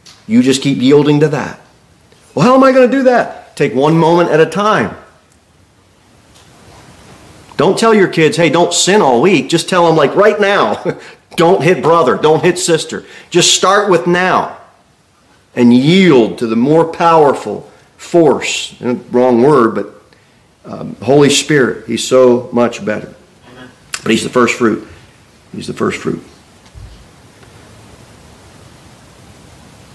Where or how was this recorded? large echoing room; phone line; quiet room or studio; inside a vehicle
large echoing room